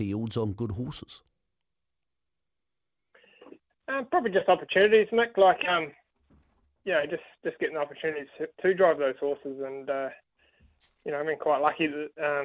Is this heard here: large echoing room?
no